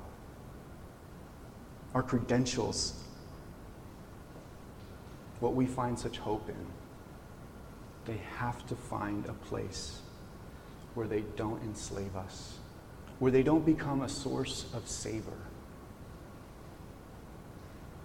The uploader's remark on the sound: This message was recorded on September 17, 2023, at Union Ridge School in Ridgefield, Wa.